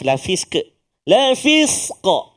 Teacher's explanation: Hujung dia tu ada huruf qaf yang berbaris dua, dhammatain bagi dua di hadapan, tapi kita waqaf kat situ kan. Dia jadi mendatang, kita matikan dia tu dengan sebab kita nak waqaf, maka qaf itu dia jadi qalqalah yang pertengahan. Kalau sughra pertengahan dipanggil usta kan.